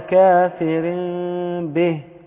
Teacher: فما بيجي بعد النون الساكنة أو التنوين باء بنقلب النون الساكنة ايه ميم فبنطقها ميم بغنة مع الإخفاء زائد ان بيكون في انفراج يسير في الشفتين اقول كافرين مع · Term: إقلاب